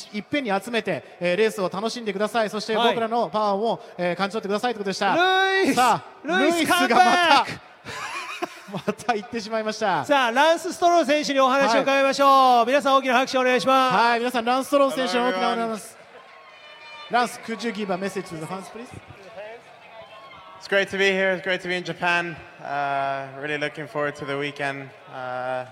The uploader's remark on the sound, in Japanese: 2017 FIA F1世界選手権シリーズ日本グランプリレース。5日木曜日に行われたドライバーサイン会から、一部ドライバーの挨拶など臨場感たっぷりの音声を交えてお送りします。